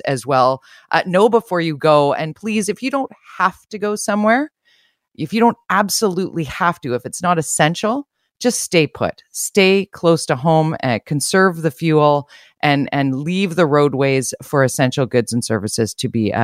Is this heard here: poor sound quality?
no